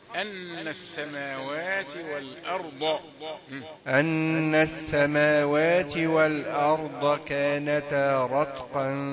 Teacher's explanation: الهمزة رقيقة والأرض والضاد يعني مفخمة